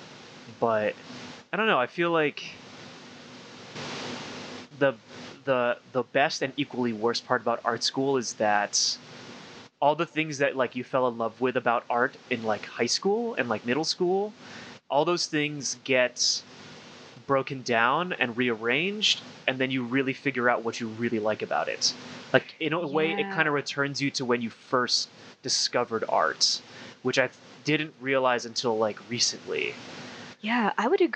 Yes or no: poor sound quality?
yes